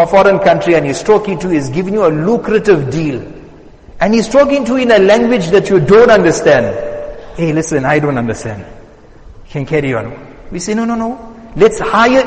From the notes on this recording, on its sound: Jumuah Lecture at Masjid us Saliheen